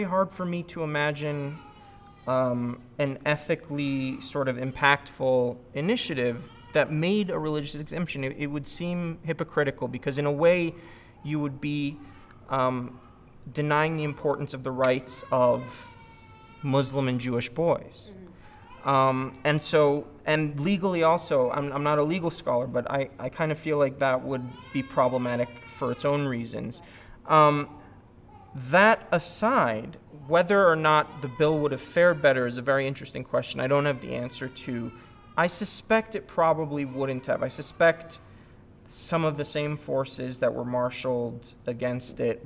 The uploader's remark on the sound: This is a recording of the Introduction and Q&A around the second screening of the Cut Tour. This screening took place at the Covenant United Methodist Church in Albuquerque.